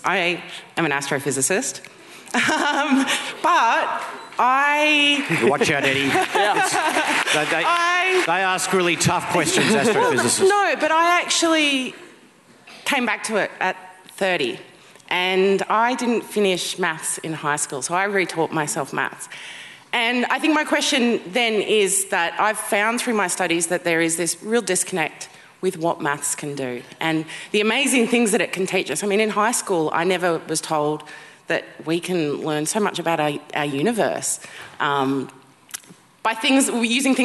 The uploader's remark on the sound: A special episode recorded live at the University of Sydney.